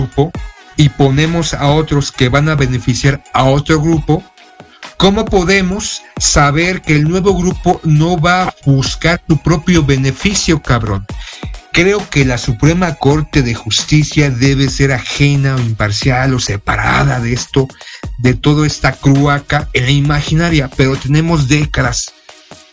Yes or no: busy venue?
no